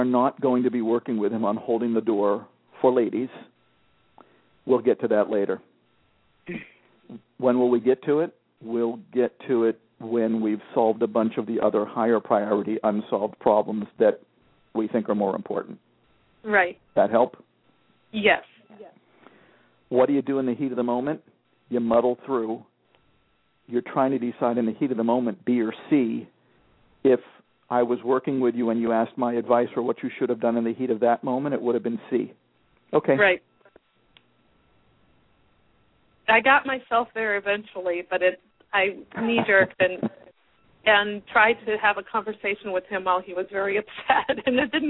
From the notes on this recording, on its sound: The Parents Panel -- along with a caller